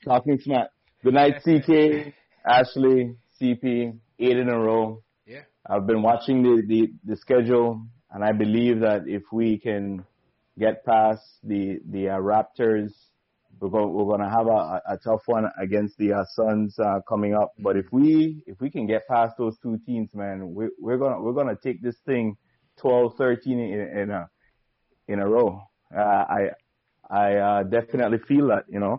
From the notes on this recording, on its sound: take live phone calls from fans around the world